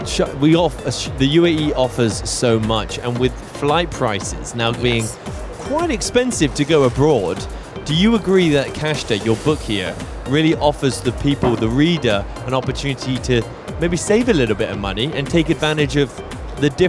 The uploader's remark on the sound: Live from SIBF 2023